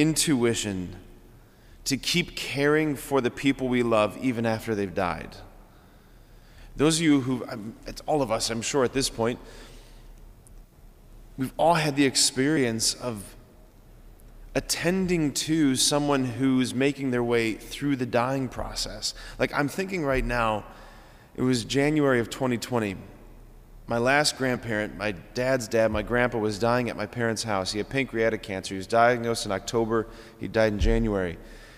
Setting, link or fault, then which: setting, large echoing room